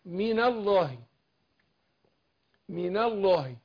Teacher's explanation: الله، من الله هنا عشان الاصل في النون في من ساكنه، فتخلصنا من التقاء الساكنين بالفتح هنا عشان هي اخف الحركات وعشان نفخم لام لفظ الجلاله